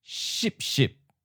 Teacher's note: fourth tones ending in P, T, or K jump high and becomes eighth tone, high stops